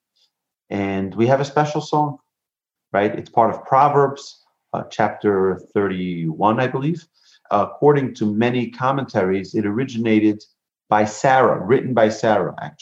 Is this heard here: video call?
yes